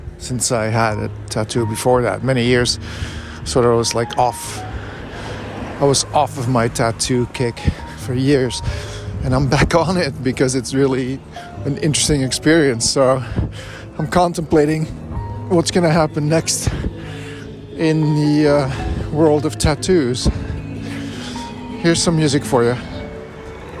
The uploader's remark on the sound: Recorded on a necessary walk outside